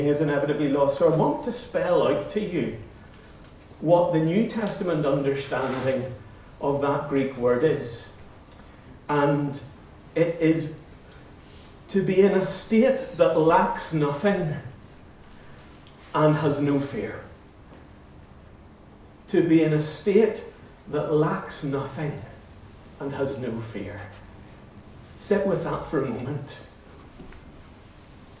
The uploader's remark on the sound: Recordings of talks and interviews from the Convention 'My Peace' Project 242 event